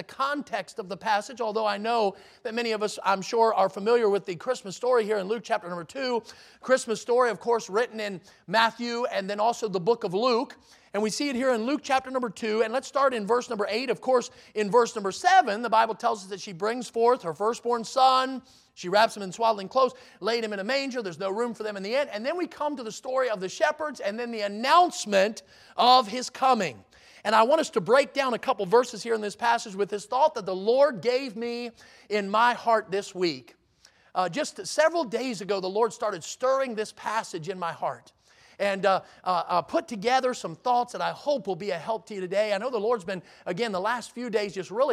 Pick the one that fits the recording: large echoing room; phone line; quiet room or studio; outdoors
large echoing room